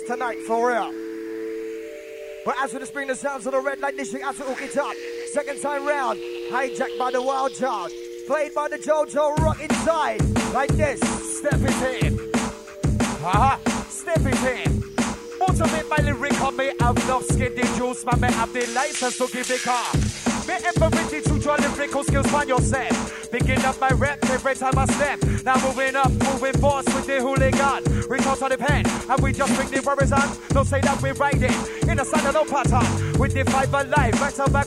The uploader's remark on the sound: Tapes 1-4 Recorded Live At ‘Xmas Party’.